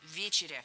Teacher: Ударение в этом слове ставим на первый слог. И в качестве шпаргалки держим в голове слово «вечер».